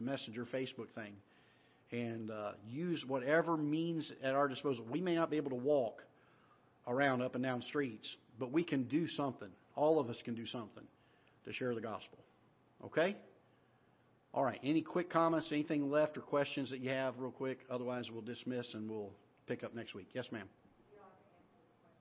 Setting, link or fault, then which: setting, large echoing room